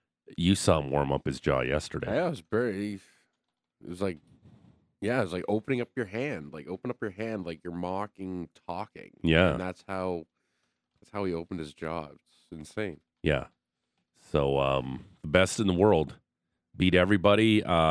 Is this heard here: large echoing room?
no